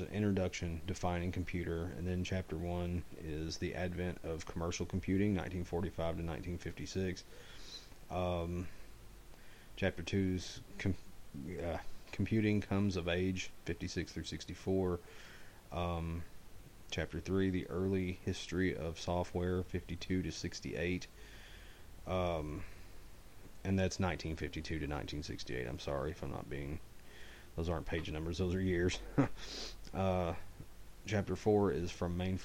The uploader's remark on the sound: I was actually feeling pretty bad when I recorded the show, so my voice may not be as loud as usual.